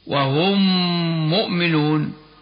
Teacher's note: الحكم الثاني للميم الساكنة أن يقع بعدها ميم ثانية في كلمة أخرى، فتدغم الميم الساكنة في الميم المتحركة